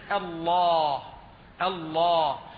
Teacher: فأنا أنطق باللام مغلظة بمعنى أني لا أنطقها مرققة · Term: تغليظ اللام